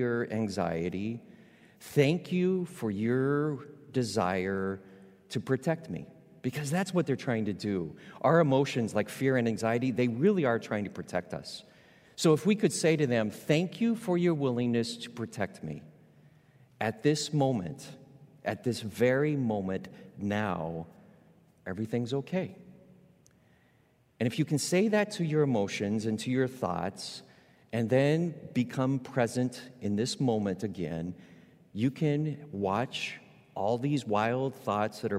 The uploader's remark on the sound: Recorded live at Beatitudes Church in Phoenix, AZ.